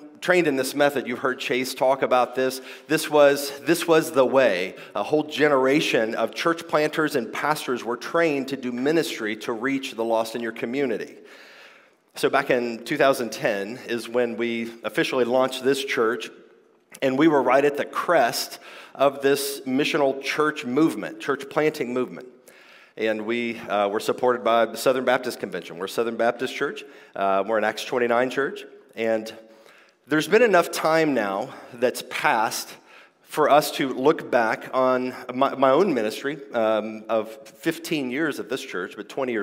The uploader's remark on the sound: This is my conference talk from the 2023 King’s Domain Conference: Clear Speech for a Confused Age .